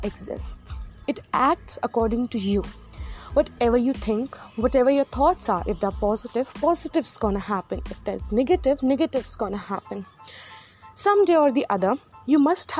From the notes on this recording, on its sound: Apologies for the background noises in this Pod.